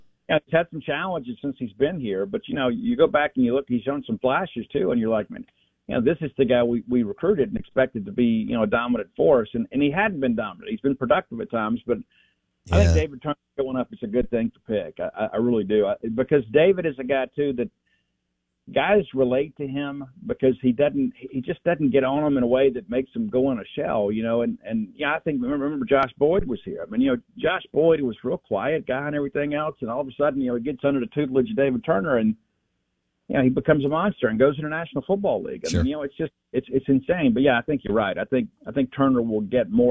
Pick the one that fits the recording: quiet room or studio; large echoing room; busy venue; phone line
phone line